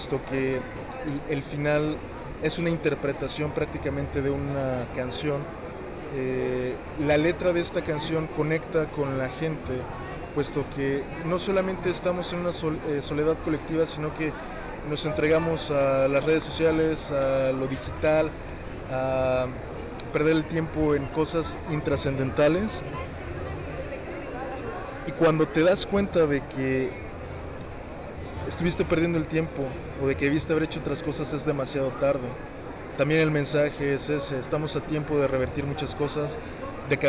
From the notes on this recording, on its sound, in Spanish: escucha nuestra entrevista con el autor en la FIL 2022